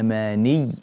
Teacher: عليك أن تشدد الياء هنا جيدا، …. إذا وقفت على هذه الياء